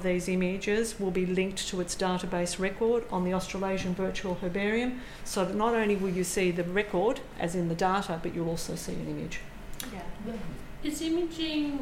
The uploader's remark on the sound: National Herbarium of Victoria. Melbourne GLAM Tour Recorded Live. Our friends at ALIA Vic allowed some of our cardiCore along to do a little recording.